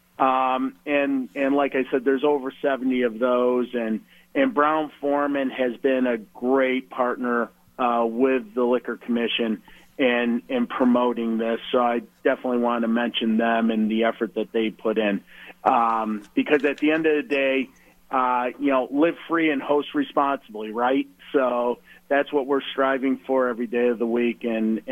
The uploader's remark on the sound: all called